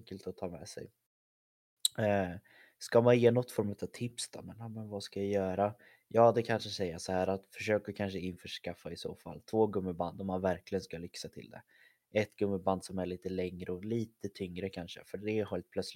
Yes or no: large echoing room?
no